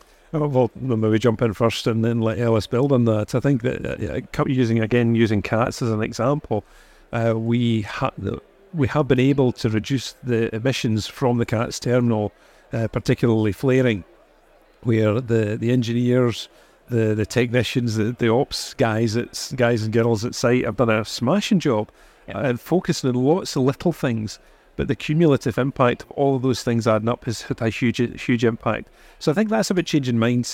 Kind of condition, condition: setting, busy venue